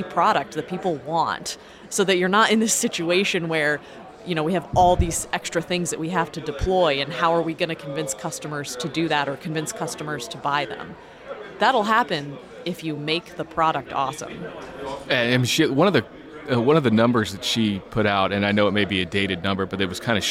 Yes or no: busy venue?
yes